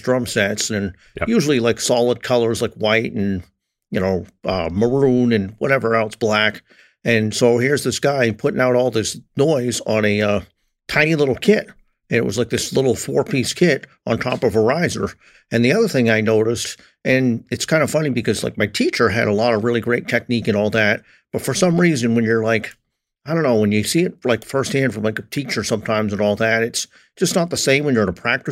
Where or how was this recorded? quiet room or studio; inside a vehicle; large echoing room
quiet room or studio